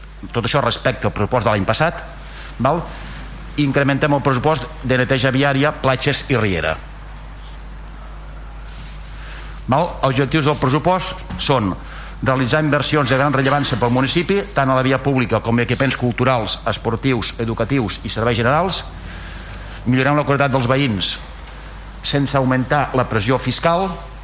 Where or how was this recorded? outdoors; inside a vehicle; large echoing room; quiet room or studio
large echoing room